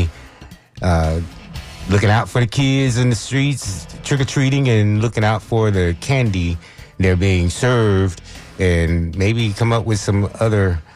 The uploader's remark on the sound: unique magazine format call-in show